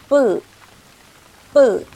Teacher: 重读呢可以理解成是发第四声